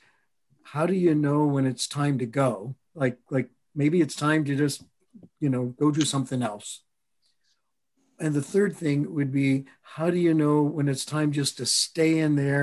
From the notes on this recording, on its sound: a recording of a Facilitator M webinar